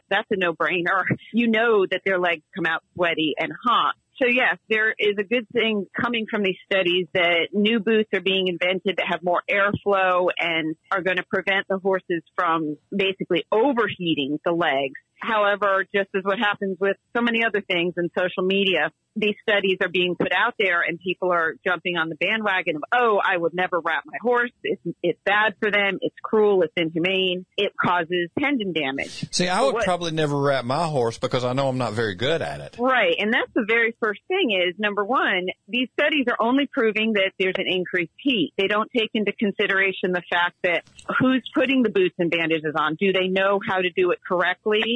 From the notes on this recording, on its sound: On the Phone